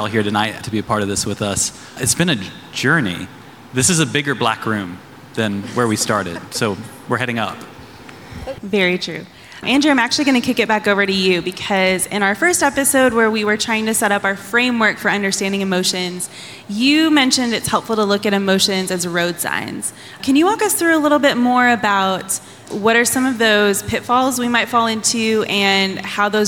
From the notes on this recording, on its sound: In this live event recording